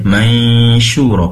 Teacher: Pastikan ikhfa hakiki mendengung di dua tempat. Pertama di hidung, nun sukun. Kedua di makhrajnya shin, yaitu di lidah bagian tengah.